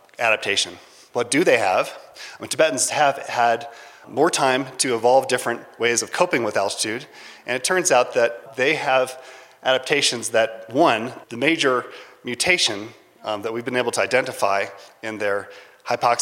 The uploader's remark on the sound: A recording of a lecture from the 2019 Mountain and Emergency Medicine Conference March 22nd at Taos Ski Valley, new Mexico. At this high elevation location (10,200 feet).